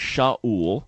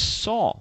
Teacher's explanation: We go from one language to another, and there's certain, for example, when you have a name like Shaul in the Hebrew Bible, when it comes into Greek, it's Saul of Tarsus, because they didn't have the sh sound, so the sh became a s in Greek